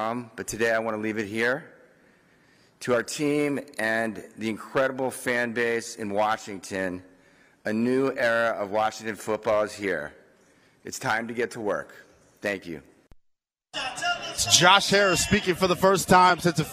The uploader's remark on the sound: Live from the Burgundy & Sold Party.